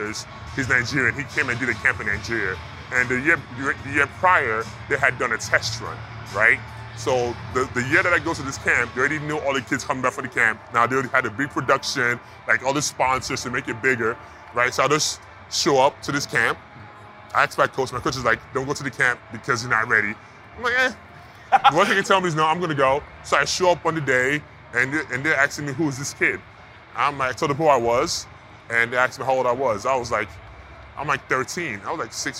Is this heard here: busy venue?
yes